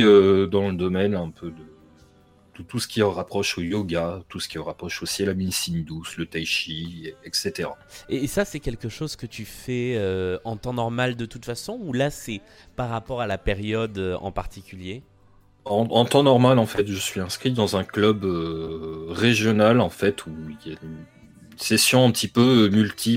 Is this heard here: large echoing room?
no